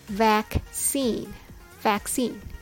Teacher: When you say vaccine, the stress is on scene.